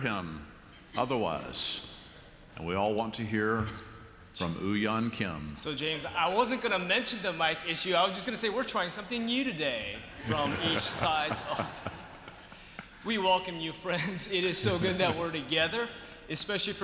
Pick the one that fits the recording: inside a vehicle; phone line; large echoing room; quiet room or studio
large echoing room